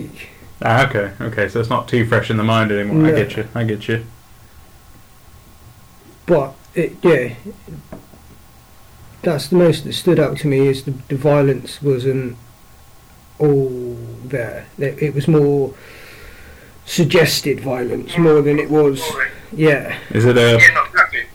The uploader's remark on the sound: I'm sorry about the dreadful mics. We couldn't get everything together in time, but we have learned.